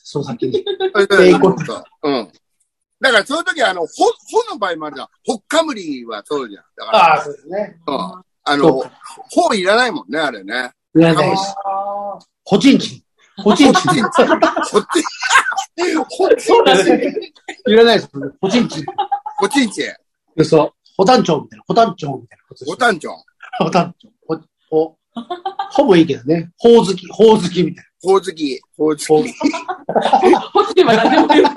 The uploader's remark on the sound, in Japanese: ZOOMで収録。